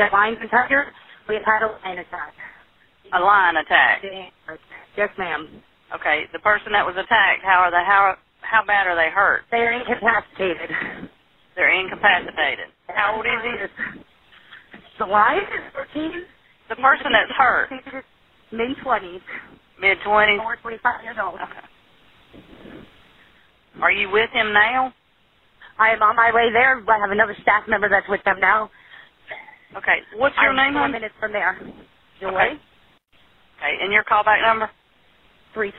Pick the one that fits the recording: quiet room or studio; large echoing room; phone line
phone line